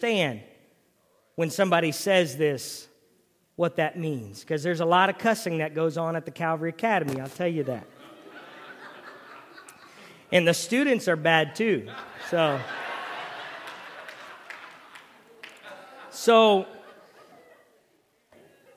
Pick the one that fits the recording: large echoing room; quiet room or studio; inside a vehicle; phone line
large echoing room